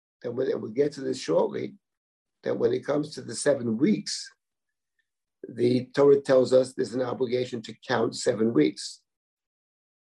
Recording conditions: video call